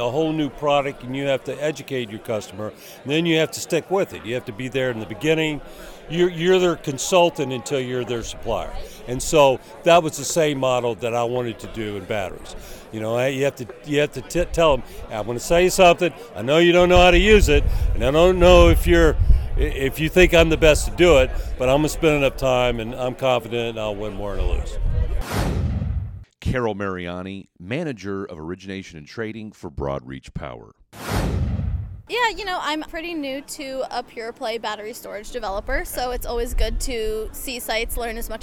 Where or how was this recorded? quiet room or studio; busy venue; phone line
busy venue